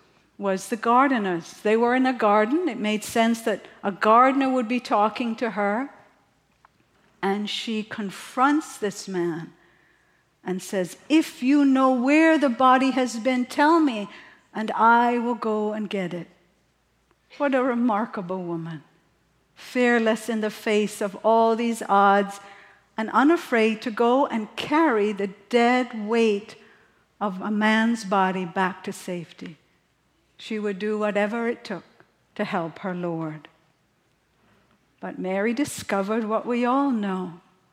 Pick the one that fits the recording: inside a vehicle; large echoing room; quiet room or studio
large echoing room